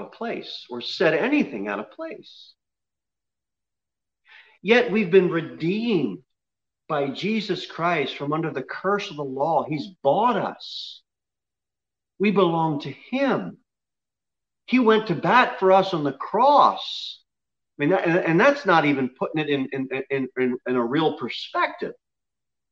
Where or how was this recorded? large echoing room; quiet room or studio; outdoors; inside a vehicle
large echoing room